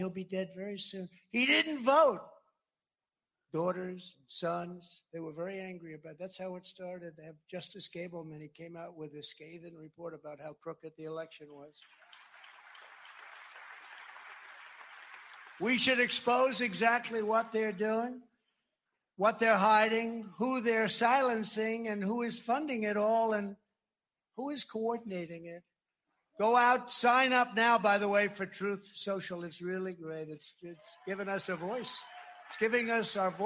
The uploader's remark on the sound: frequently interrupted by raucous applause from the GOP activists who gathered for the CPAC conference in the Hilton Anatole’s Trinity Ballroom in Dallas